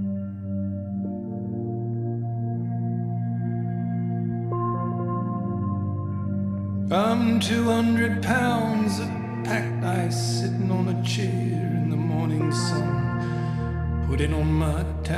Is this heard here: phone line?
no